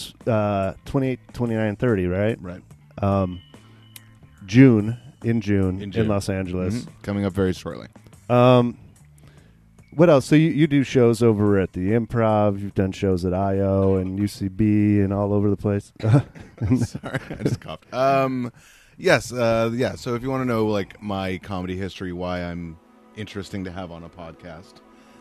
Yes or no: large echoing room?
no